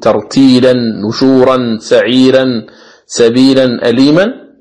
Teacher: يقف بالألف عوضا عن نون التنوين، ولهذا سمي بمد العوض، فيقول ترتيلا نشورا سعيرا سبيلا أليما، هكذا يمد بمقدار حركتين.